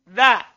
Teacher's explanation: Da itu ujung lidah, ujung lidah dan ujung gigi atas